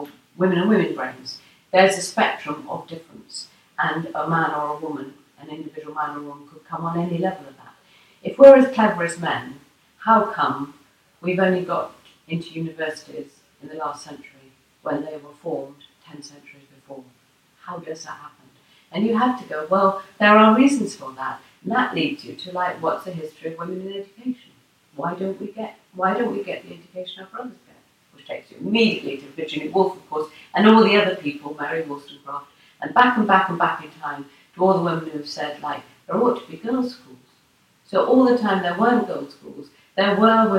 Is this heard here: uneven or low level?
yes